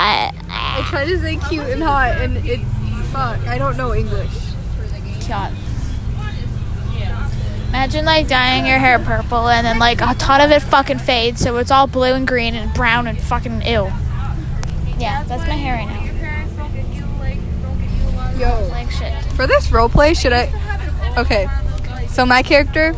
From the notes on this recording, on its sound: Recorded on a bus